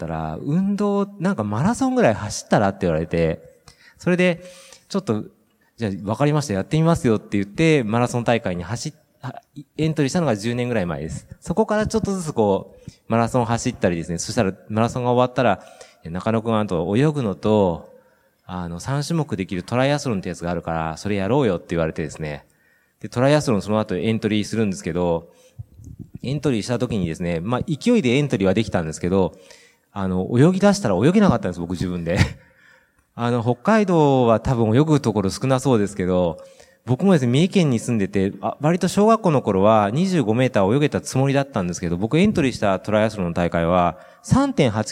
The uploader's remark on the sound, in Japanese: 北海道「丘のまち びえい宮様国際スキーマラソン」大会終了後公開収録にて対談をさせていただきました。